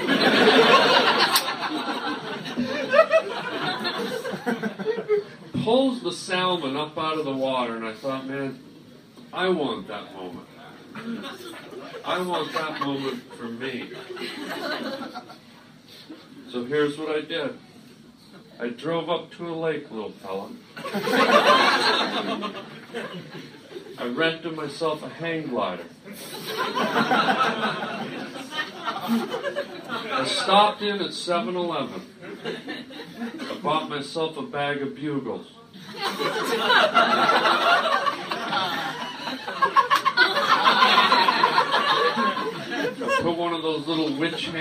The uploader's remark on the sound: live stand up show in the attic of a Chinese diner